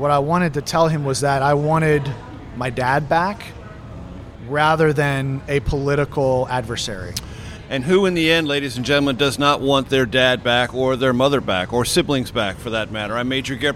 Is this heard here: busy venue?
yes